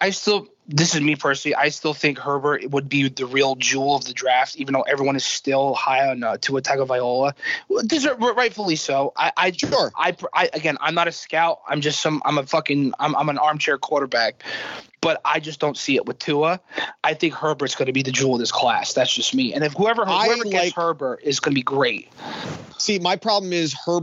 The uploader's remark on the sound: Peculiar times bring peculiar circumstances on You Watch, I Listen. Host episode 93 via Skype.